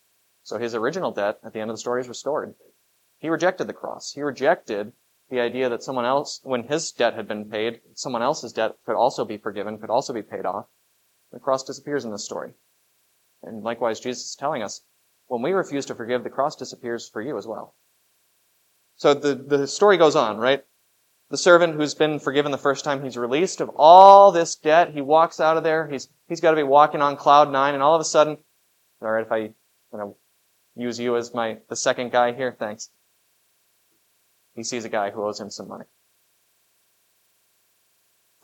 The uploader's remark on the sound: was preached at Grace of God Lutheran on September 17, 2023